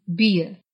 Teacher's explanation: Второе «эй» указывает на долготу гласного, иными словами, выполняет чисто фонетическую функцию. В конце слова «бия» – «пиво» звучит вокализованное «р»